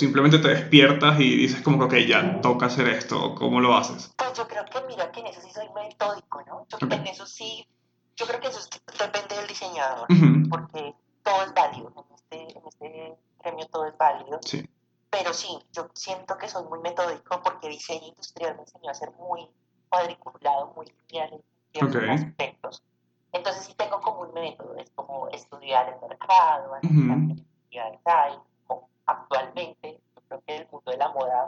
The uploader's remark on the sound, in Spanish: pido disculpas por la calidad del audio